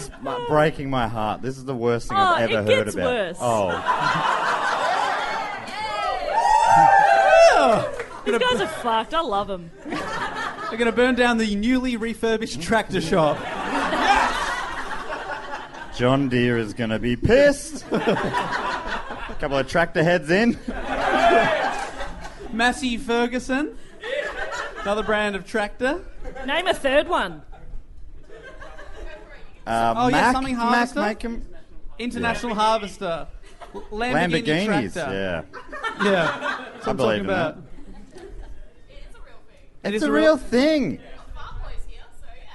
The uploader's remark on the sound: Our second live show for the MICF 2018 was an absolute HOOT!